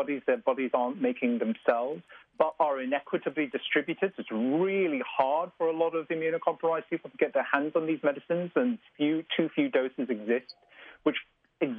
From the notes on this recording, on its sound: Immunocompromised people and caregivers of immunocompromised people called in to share their thoughts.